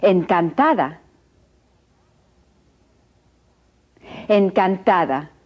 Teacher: The D, when in between vowels, is pronounced like the TH in the English word the.